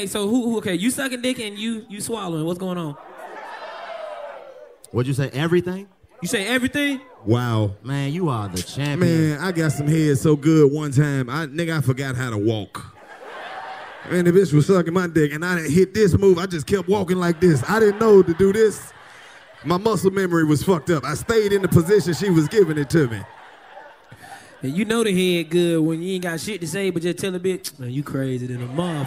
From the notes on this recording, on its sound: The New York City Roast Session Show. The 85 South Show took the live show to New York for two sold out shows. In the second sold out show from The Big Apple!